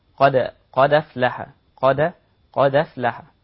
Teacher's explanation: حرف الدال هو الحرف الساكن بعده الهمزة مفتوحة، فنحرك الساكن ونحركه بحركة الهمزة فتصير قد أفلح. · Term: النقل